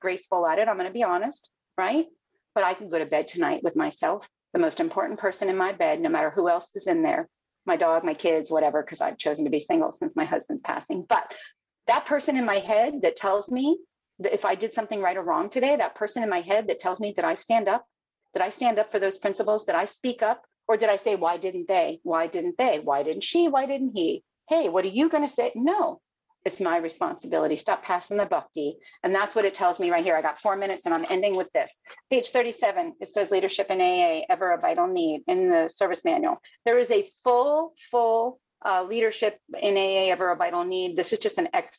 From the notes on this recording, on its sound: Broken Elevator zoom meeting held in November of 2022